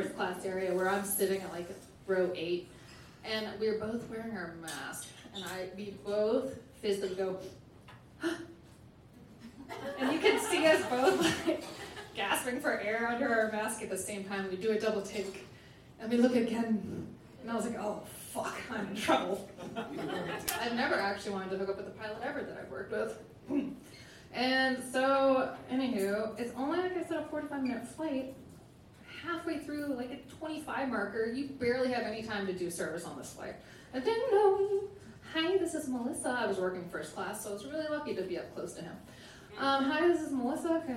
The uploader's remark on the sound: A selection of stories told on stage in 2022. Goes south is a live storytelling event out of Charlotte, NC. This podcast combines audio recordings from these live events. Goes south live events take place on the 3rd Tuesday of the month at Petra's in Historic Plaza-Midwood, Charlotte, NC.